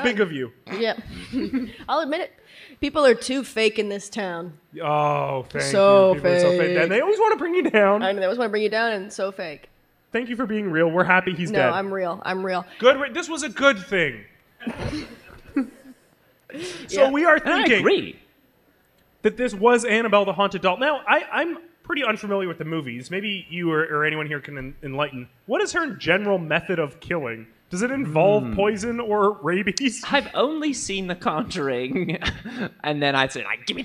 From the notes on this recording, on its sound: Recorded live at Canada FanExpo.